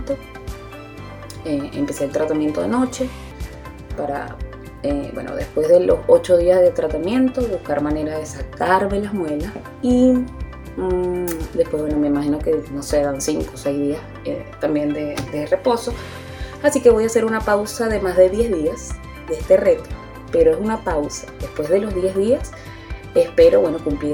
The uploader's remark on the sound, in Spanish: Video grabado con mi Redmi 9. Editado en Capcut.